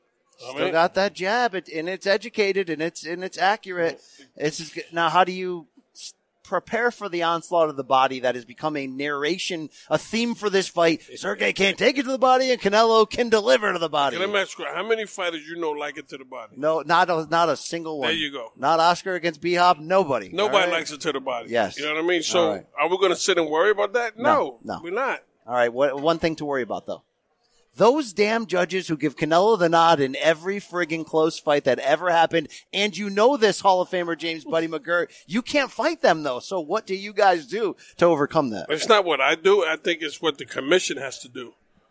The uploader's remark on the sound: live at radio row for Dazn's historic matchup